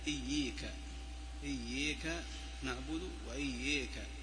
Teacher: وعن أبي عمرو في رواية عبد الله بن داود الخريبي: إمالة الألف منهما